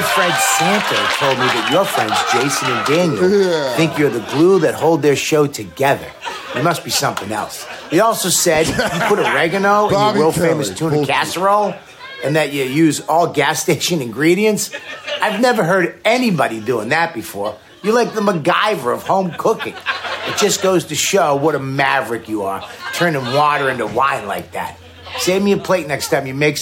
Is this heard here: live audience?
yes